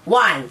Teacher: the ending consonant sounds of every word in the Singlish is actually abolished and completely non-existent. So instead of saying the word want as wants, we gotta say the word as one.